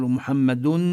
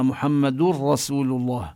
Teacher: من الدال المضمومة ننتقل إلى الراء المشددة · Shown in: second take · هذا الإدغام بلا غنة.